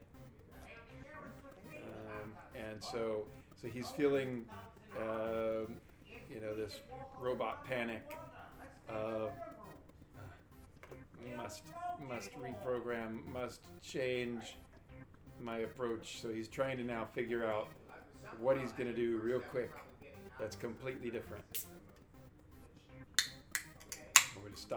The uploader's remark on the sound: Live from CondoCon